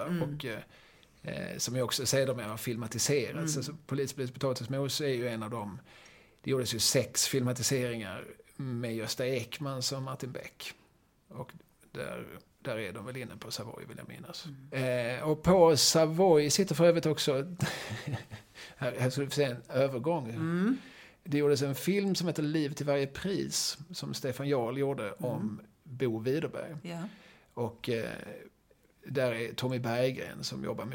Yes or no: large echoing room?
no